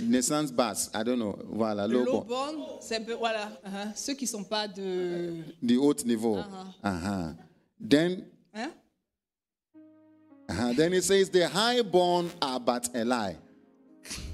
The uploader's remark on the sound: Preached during Joyful Hour Sunday Service